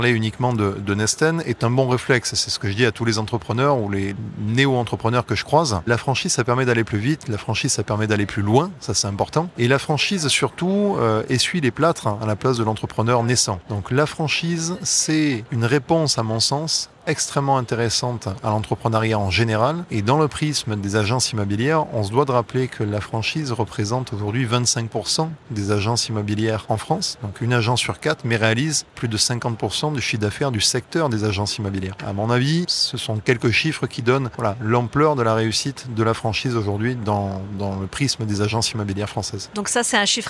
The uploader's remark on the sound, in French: en live de Franchise Expo Paris